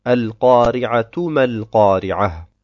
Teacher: Ha und Ta'nith ist dasjenige Ta, das nur als Ta ausgesprochen wird, wenn man weiterliest. Bleibt man auf diesem Ta stehen, dann spricht man es als Ha aus.